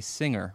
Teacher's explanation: most people say singer, with no hard G sound between the ng and the R